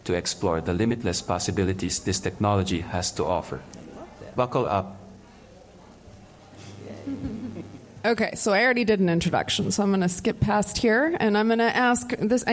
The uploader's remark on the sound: LG NOVA Innovation Festival- AI Startup Tools. Hosting this panel at the LG NOVA Innovation Festival.